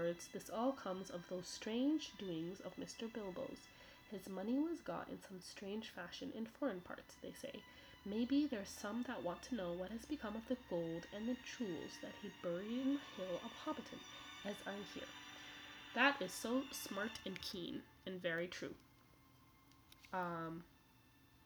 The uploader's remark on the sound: (Apologies for the audio volume, I'm still figuring it all out).